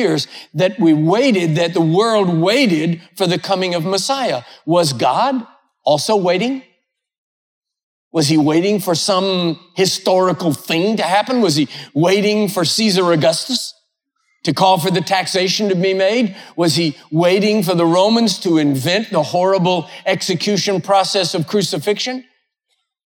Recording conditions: large echoing room